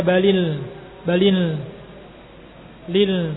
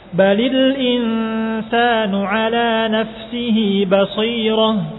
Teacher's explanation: Lam sukun tidak ada gunnah. · Shown in: second take